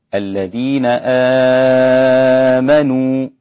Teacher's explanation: فنقول آمنوا مد البدل لورش، له التوسط وله الإشباع، أربع حركات وست حركات، فيكون يقول الذين آمنوا، أربع حركات، آمنوا ست حركات.